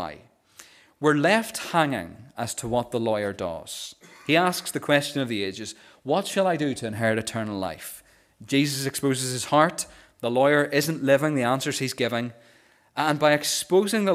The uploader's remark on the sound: This is the recording of the Bible reading and sermon from our morning service on Sunday 15th October 2023.